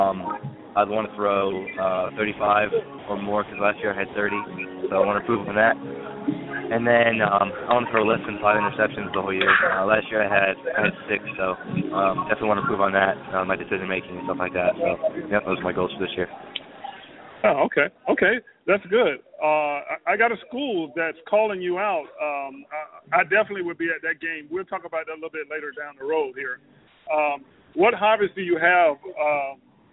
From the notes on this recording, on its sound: We will be boardcasting live from Buffalo Wild Wings in Boynton Beach, Fl.